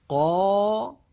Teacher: فخمنا الألف لأن قبلها قافا مفخمة